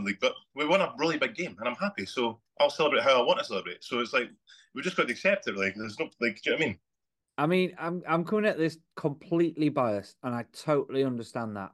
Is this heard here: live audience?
no